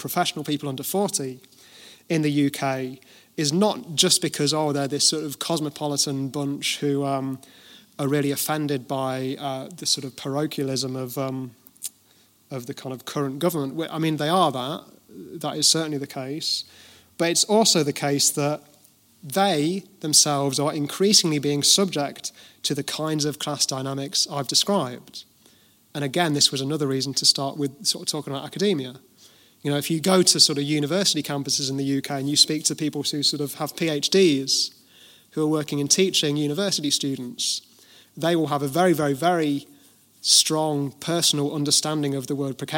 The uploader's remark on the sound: at the Kevin McMahon Memorial Lecture 2018 in SIPTU's Liberty Hall, Dublin